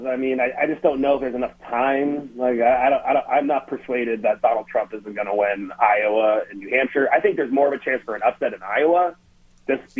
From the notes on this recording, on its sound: the Democratic Strategist called into GMNH